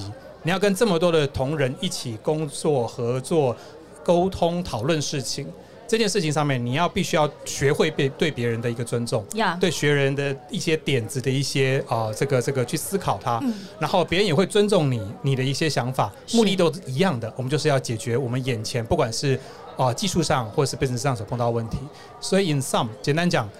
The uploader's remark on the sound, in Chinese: VISION 2022 臺大校園徵才博覽會-Live Podcast